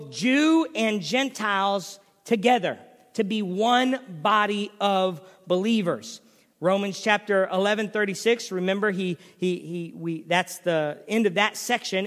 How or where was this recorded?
large echoing room